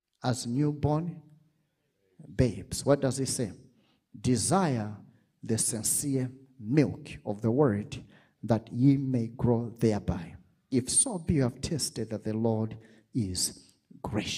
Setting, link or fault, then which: setting, large echoing room